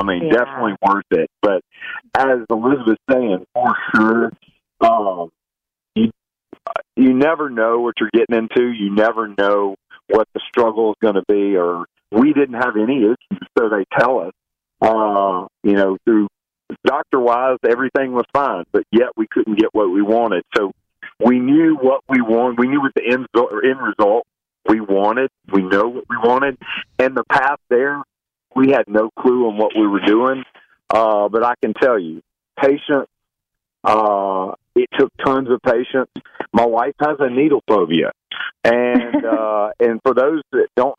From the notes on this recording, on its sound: call in to share some great news!